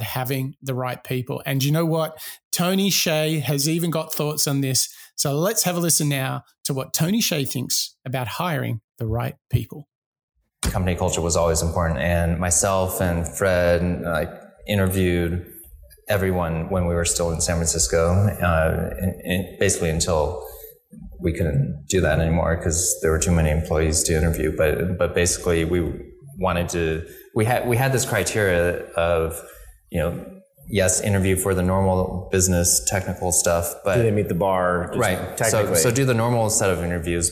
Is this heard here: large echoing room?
no